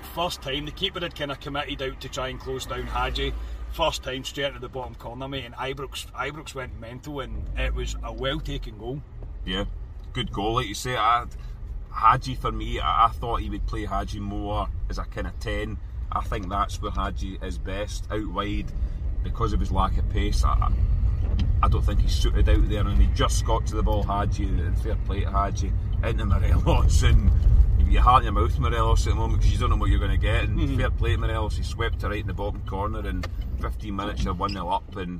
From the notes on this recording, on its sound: Our reaction from the car after leaving Ibrox.